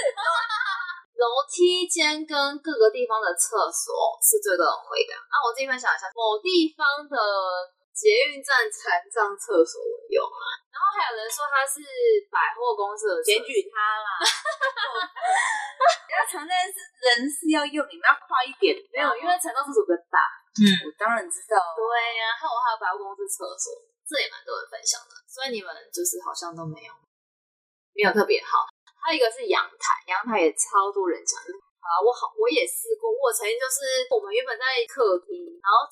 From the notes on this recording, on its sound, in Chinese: 多人錄音聲音品質較差請見諒。